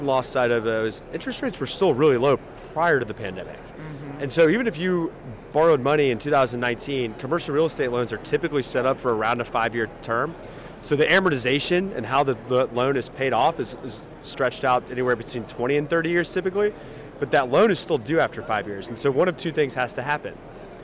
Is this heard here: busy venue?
yes